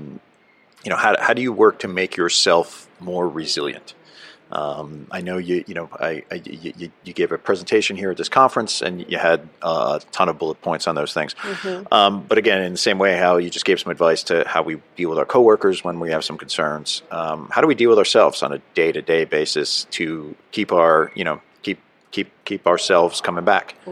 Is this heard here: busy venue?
yes